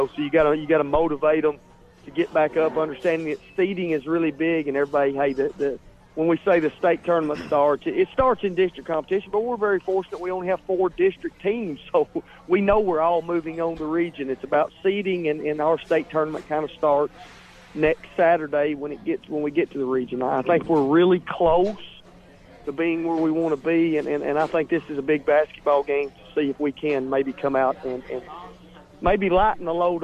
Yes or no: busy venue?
yes